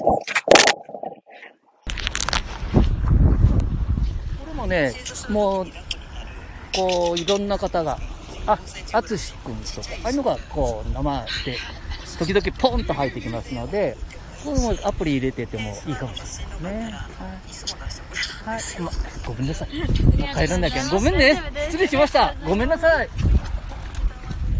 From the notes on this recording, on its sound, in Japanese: 街さんぽ LIVE。